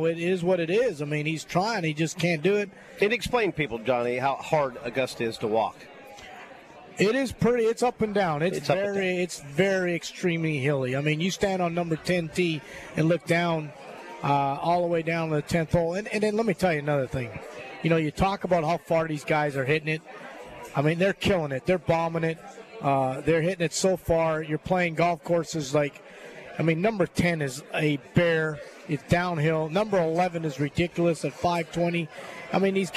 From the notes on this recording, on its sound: LIVE From Felix's Fish Camp!